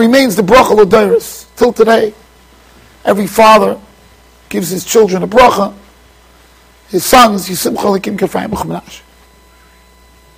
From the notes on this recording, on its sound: Shiur recorded in Yeshivas Ohr Reuven, Monsey NY.